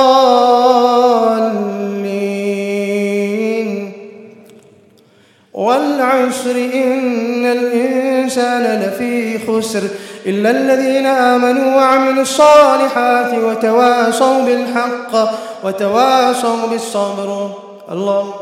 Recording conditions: large echoing room